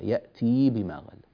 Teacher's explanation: يأتي بكسرة فقط ولا يوجد في التاء، لا يوجد ياء بعدها